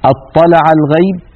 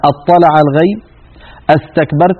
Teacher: لما دخلت همزة الاستفهام وهي همزة قطع مفتوحة، ماذا يحدث لهمزة الوصل؟ تسقط من اللفظ ومن الخط أيضا